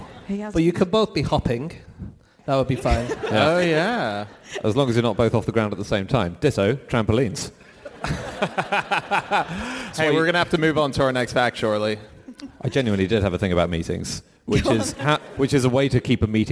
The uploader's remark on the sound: Live from Auckland.